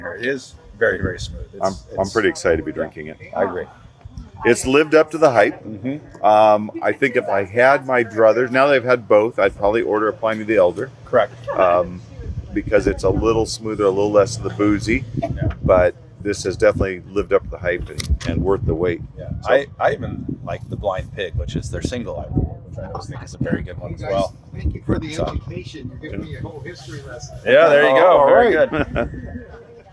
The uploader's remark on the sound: an impromptu recording while waiting for Pliny the Younger to be released at Carlsbad Brewing Company